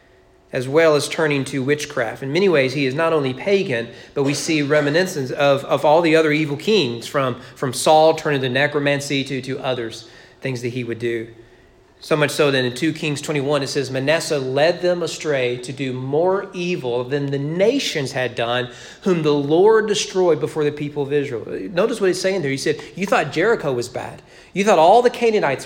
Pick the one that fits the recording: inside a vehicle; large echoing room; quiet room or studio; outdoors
large echoing room